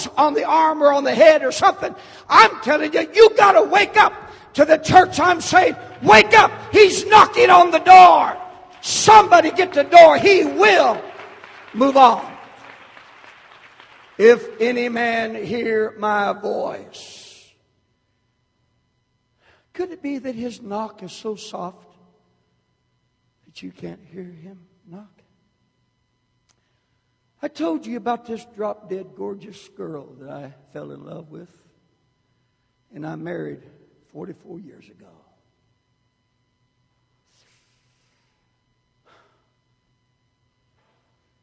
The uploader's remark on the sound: Baton Rouge Camp Meeting 2009